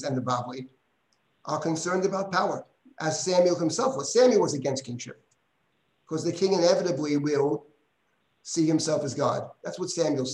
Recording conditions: video call